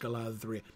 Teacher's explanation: the dh there, which means a voiced th